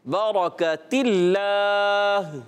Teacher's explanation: بعض بچے برکت اللہ پڑھ دیتے، ایسا ہوتا ہے برکت اللہ، برکت اللہ نہیں پڑھنا، کاف موٹا نہیں کرنا ہے. یہاں کاف باریک ہے، را کو موٹا کرنا ہے